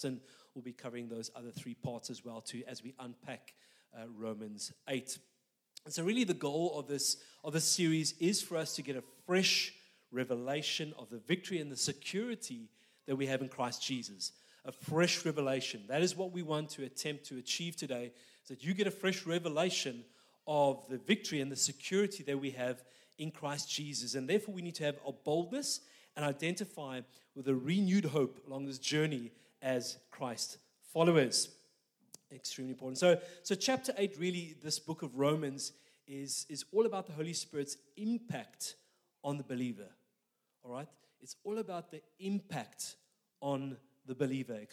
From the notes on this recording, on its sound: This message was recorded live at our Malmö Gathering on Sunday, June 4th, 2023.